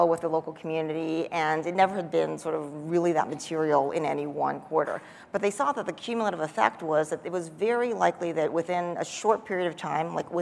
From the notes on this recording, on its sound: The best of live interviews from GreenBiz events.